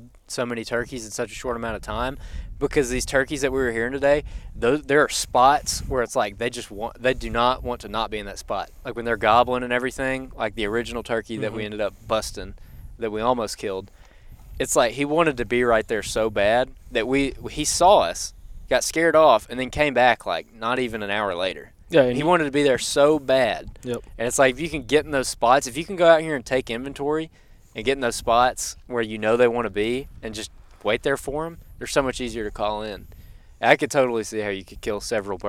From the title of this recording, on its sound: Live from Turkey Camp